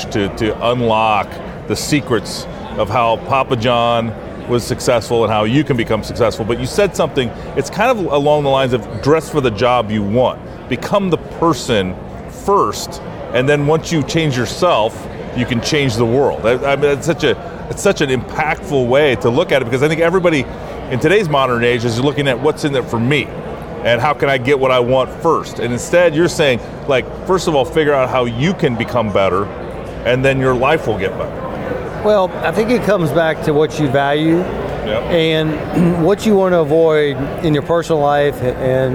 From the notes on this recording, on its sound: This episode was recorded at CPAC Texas.